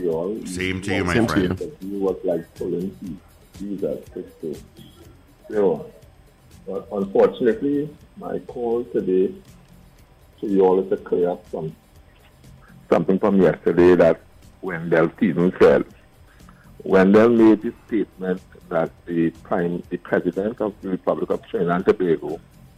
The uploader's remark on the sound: During this hour we take calls from our audience